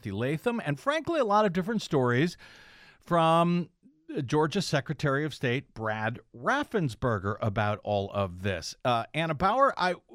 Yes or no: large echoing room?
no